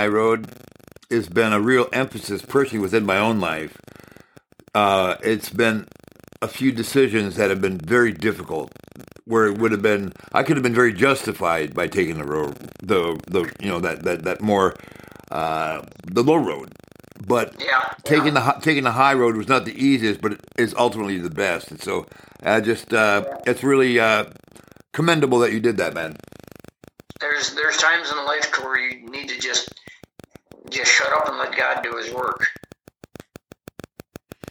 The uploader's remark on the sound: I apologize for the sound quality... it's worth listening to... just do your best to overlook the static on this episode and smile.